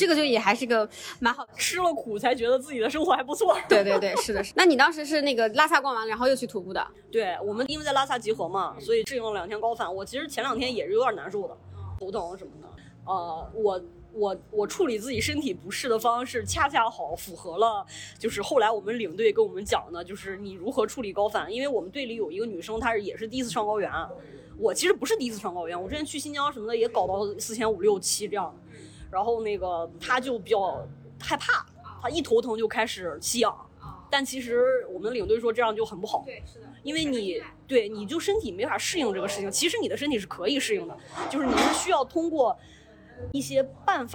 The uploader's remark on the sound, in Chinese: 本期录制是在露天博物馆的主播们开的线下咖啡馆 —— 铁狗咖啡（余杭店 EFC 店）进行的。